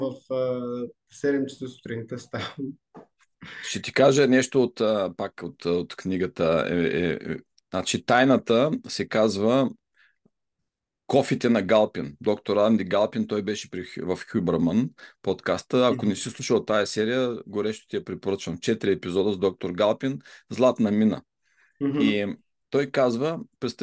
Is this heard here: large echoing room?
no